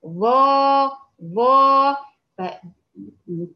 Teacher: حرف مستعلي مطبق، يعني بترتفع بأقصى اللسان، وسط اللسان، جزء من طرف اللسان · Term: حرف مطبق